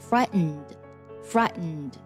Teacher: 在美式发音当中呢，通常会把这个“t”进行鼻音爆破